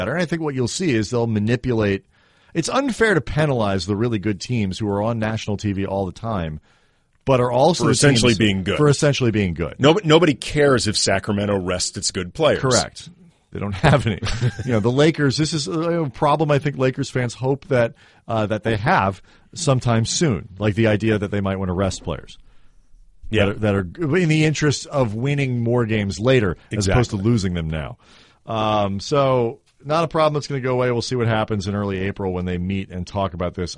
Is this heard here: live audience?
no